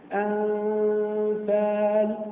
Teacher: في إخفاء الفاء شو بنسوي؟ أنفال، الشفة السفلى اتجهت نحو الفاء لكنها لم تأتي مخرج الفاء · Term: الإخفاء